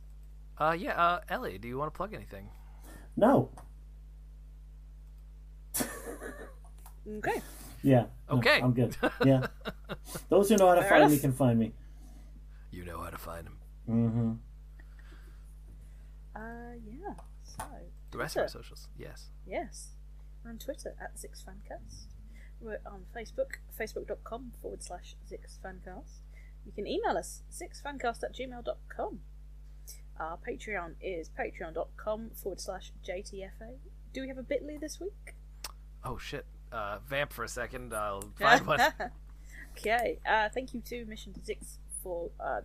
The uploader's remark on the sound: Our audio quality gets shot into space.